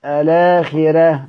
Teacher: هننطق بقى الورش الآخرة لأنه بيرقق الراء